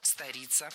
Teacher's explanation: Ударение в обоих словах падает на суффикс.